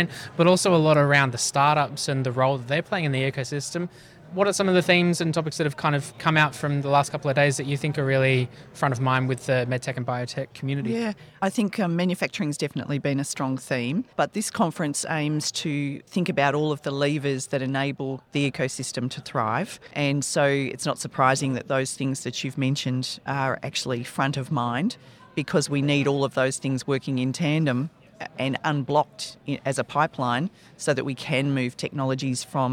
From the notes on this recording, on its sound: Earlier this year, the Australian Medtech sector reunited in Melbourne to learn, connect and celebrate its achievements at the AusMedtech 2022 Conference, by AusBiotech . It was a record turn out and a great event overall, and Talking HealthTech was there recording interviews with speakers in our booth.